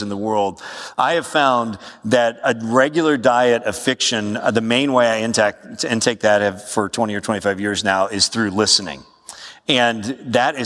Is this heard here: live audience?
yes